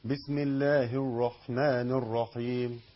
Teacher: أنا بفخم الراء، أخد بالك، بفخم الراء، الراء مشددة ومفتوح